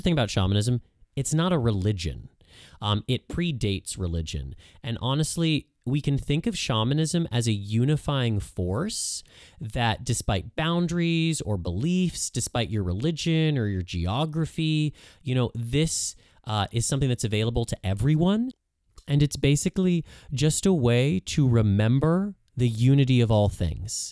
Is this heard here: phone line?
no